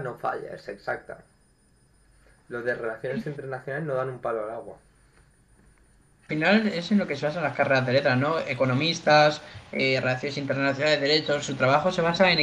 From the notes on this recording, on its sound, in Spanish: En este episodio sufrimos problemas de audio